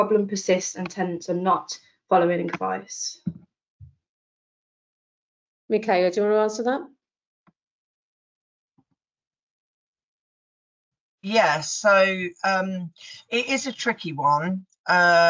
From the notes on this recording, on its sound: Recording to the Propertymark webinar presented by Inventory Base